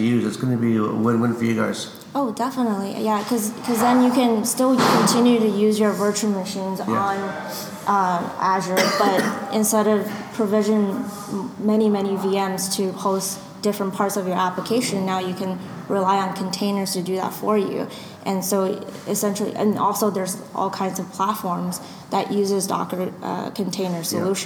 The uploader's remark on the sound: talking at the Microsoft Decoded conference in UCD